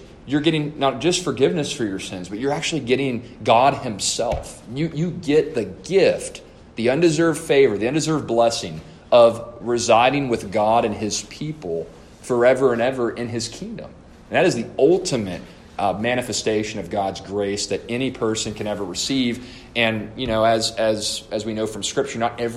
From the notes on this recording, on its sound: A lesson delivered to the Adult Sunday School class at First Baptist Church-Inez